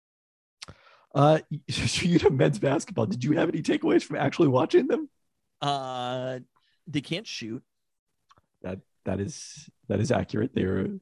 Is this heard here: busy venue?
no